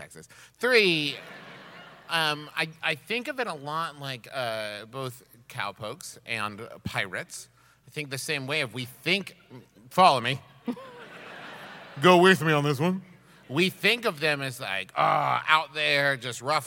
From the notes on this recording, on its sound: We recorded this one LIVE in Houston!